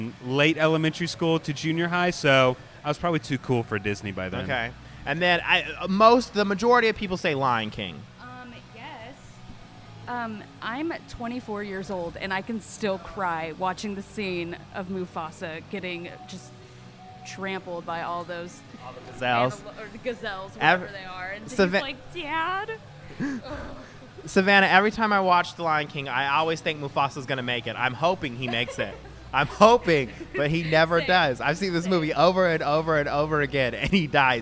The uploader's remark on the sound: live from their favorite barbershop, Floyd's 99 Barbershop in West Village, Dallas